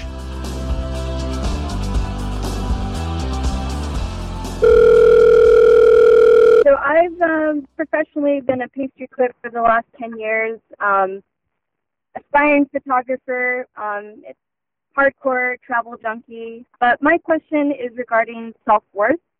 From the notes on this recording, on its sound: Today I jump on the phone